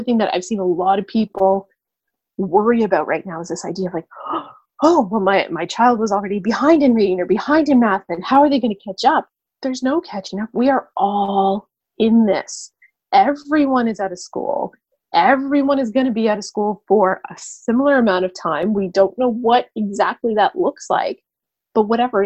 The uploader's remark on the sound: Making the time to video chat to record this podcast episode. Recorded the weekly Pickle Planet Podcast using remote technology.